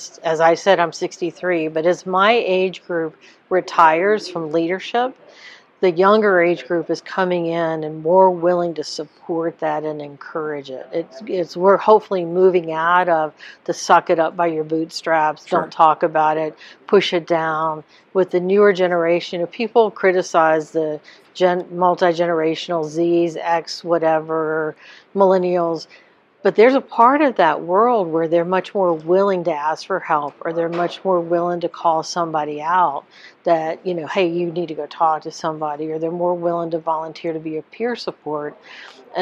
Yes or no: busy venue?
yes